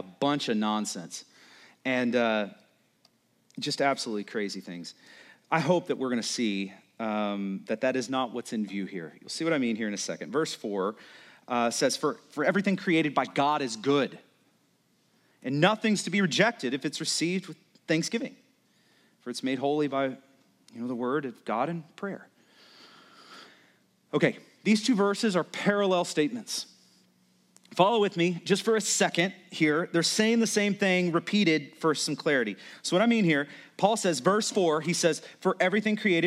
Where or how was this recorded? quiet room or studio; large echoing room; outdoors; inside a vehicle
large echoing room